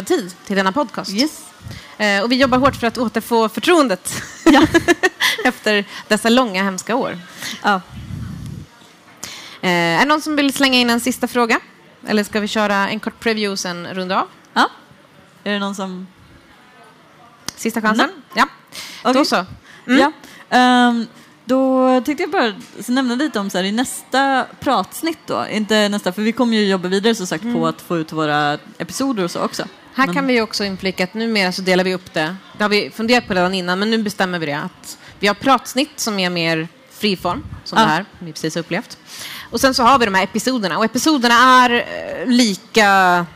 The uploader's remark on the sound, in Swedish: frågestund inför livepublik